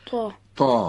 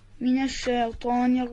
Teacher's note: از برخورد روی زبان به سقف دهان به صورت انسدادی و درشت به تلفظ در میاد، تارهای صوتی رو هم مرتعش میکنه.